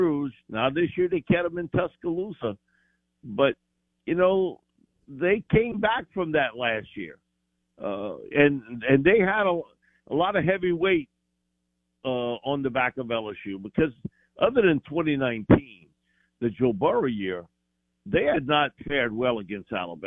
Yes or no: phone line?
yes